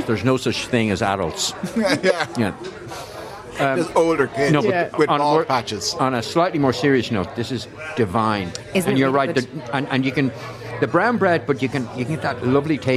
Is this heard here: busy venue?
yes